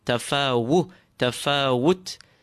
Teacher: it is not tafawut. Rather, it is a short vowel on the waw.